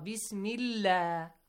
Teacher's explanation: a light sound with the letter lam of the word Allah or Allahumma